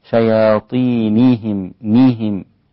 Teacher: الكثير إذا أراد أن يتقن هذه الكلمة شياطينهم يأتي عند النون ويكسرها كسرا يتولد بعدها ياء، فيصبح النطق بها هكذا شياطينهم نيهم، وهذا خطأ. · Term: زيادة الحركة